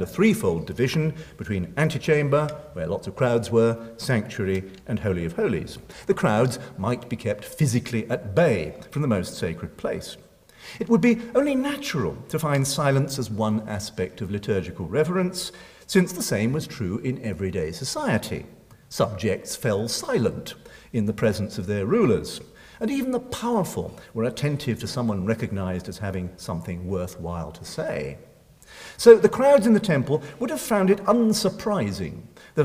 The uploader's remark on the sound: Recorded Monday 23 April 2012 at St Cecilia's Hall, Edinburgh.